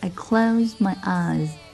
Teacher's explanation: Close 这个 D 哈，不管它是读 t 还是读 d，后面跟着这个鼻音，它都可以失去爆破。